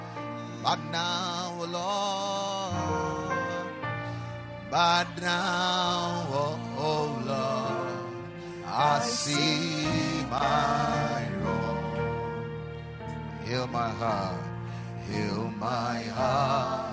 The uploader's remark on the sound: Preached at the Ekklesia Chapel